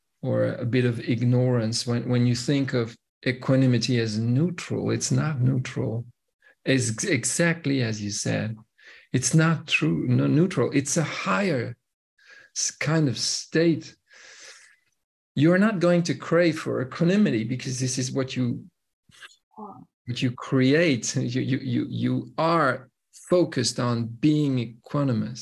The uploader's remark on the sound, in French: une conférence en ligne